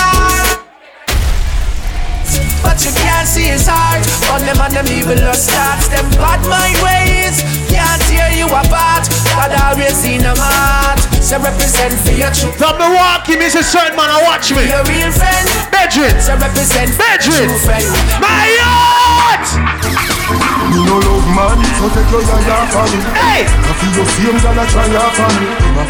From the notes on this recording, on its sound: Features Live Audio of Under 30 Minutes With Highlights From Events I Play (Whenever I Feel Like Hit The Record Button).